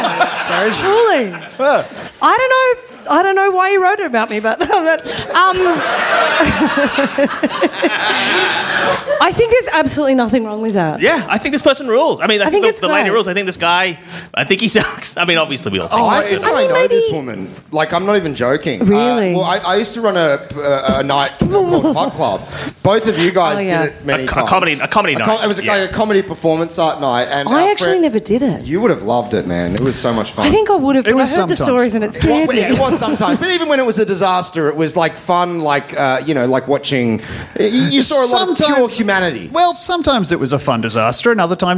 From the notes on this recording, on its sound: Recorded Live at Improv Theatre Sydney.